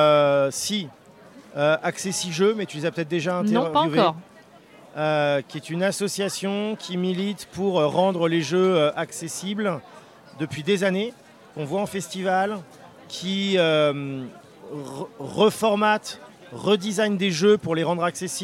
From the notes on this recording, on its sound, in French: Rencontre au festival Paris Est Ludique 2023